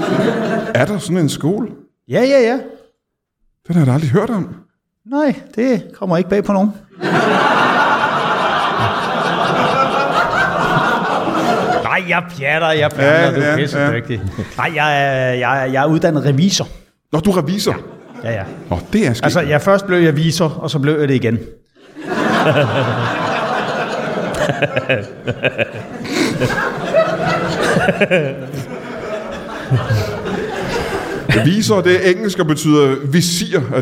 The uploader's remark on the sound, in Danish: Ugens show er optaget foran et levende publikum på det legendariske Comedy Zoo i København.